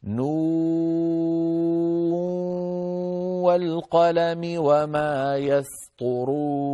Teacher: أن أنطق واوا وغنة في آن واحد. إذن سأبدأ بواو صافية ممطوطة 6 حركات ثم أتبعها بواو معها غنة وهو الإدغام.